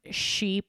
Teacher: Working on, again, labial rounding, a more complex SH sounds